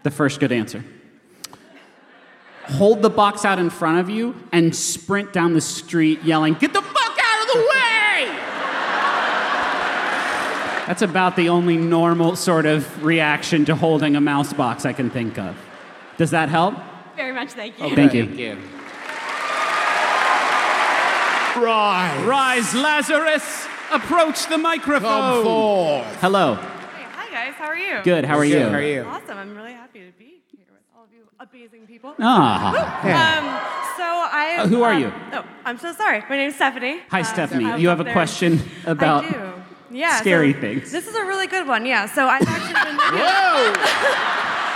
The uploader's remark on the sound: another live show from our most recent tour: Our maiden voyage to the good city Philadelphia.